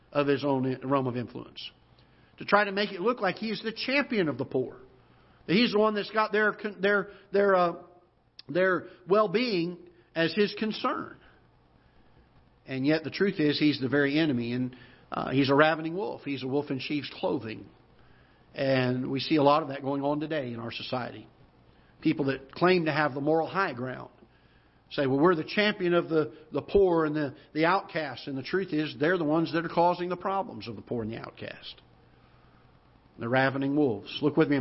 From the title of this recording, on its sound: Ketha Heights Baptist Church ~ Live Broadcast